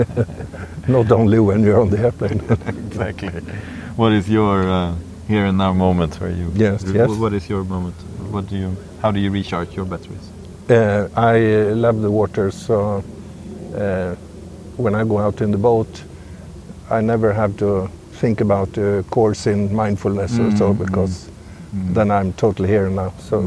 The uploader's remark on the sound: In this episode, I go walking and talking